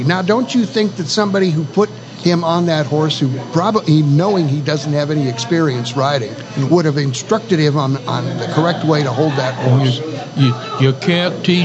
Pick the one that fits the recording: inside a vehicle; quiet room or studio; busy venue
busy venue